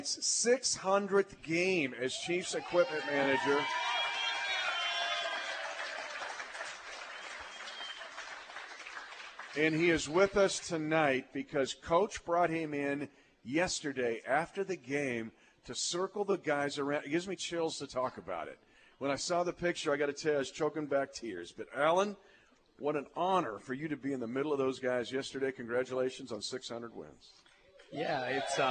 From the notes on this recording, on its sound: broadcasts live from the Hy-Vee Market Grille in Raytown